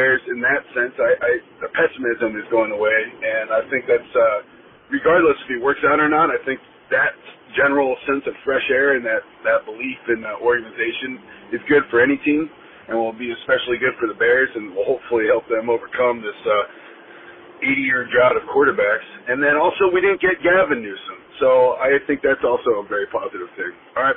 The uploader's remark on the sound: called in and left voicemails for the podcast!